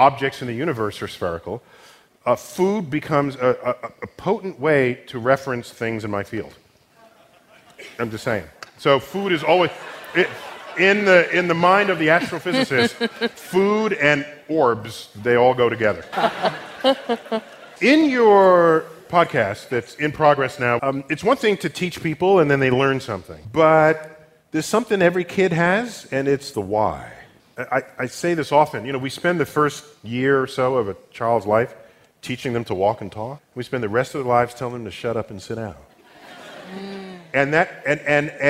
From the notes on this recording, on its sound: StarTalk Live! at the Apollo. To the historic theater in Harlem, NYC.